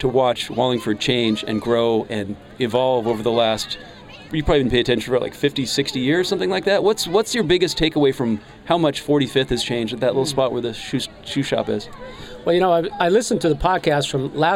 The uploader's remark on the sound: Was broadcast LIVE on SPACE 101.1 FM. The Wallingford Local airs LIVE from the Wallingford Farmer's Market.